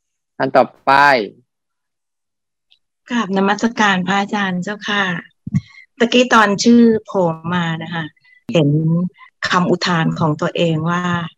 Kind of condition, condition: link, video call